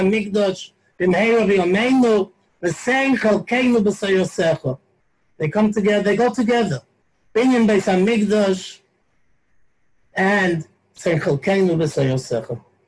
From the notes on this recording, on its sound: Live on Zoom 7-19-2020.